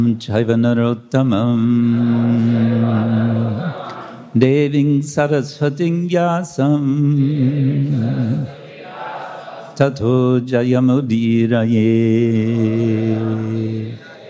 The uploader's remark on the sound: Lecture from ISKCON Juhu temple